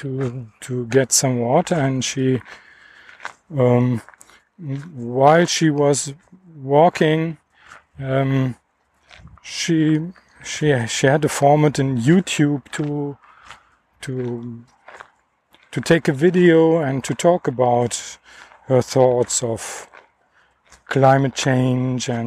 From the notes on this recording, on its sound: Dog Walk. Just walking and talking. I didn’t edit the recording. You’ll hear all my “hms” and “ähs”.